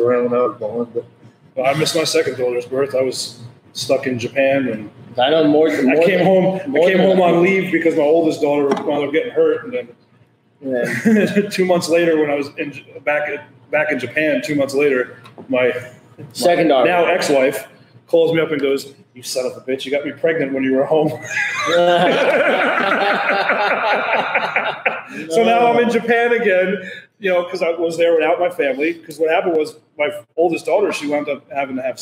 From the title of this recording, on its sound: On Location: Makers Craft Brewery